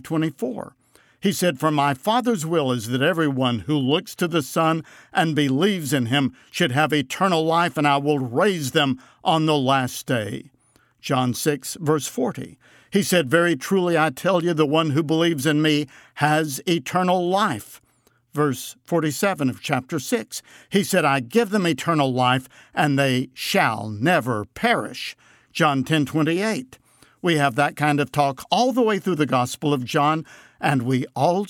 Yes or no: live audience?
no